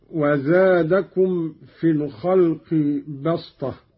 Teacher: قوله تعالى: وزادكم في الخلق بسطة، قرأ قالون بالصاد قولا واحدا، وهي لغة قريش، أبدلت السين صادا لتوافق الطاء في الاستعلاء والإطباق